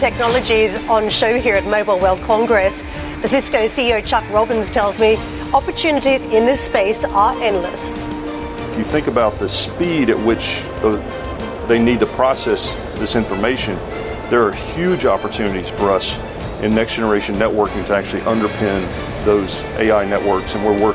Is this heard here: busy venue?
yes